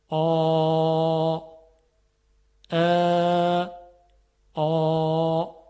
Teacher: این پدیده رخ میده که انتهای زبان یعنی ریشه زبان به طرف بالا و عقب کشیده میشه، صدا درشت میشه · Term: استعلاء